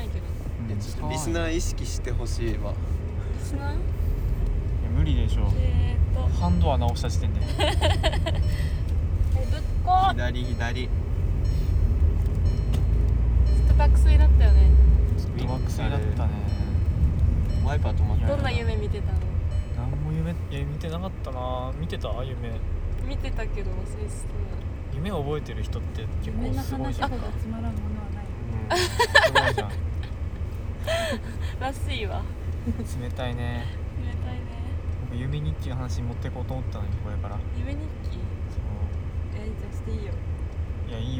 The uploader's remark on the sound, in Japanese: 車の中で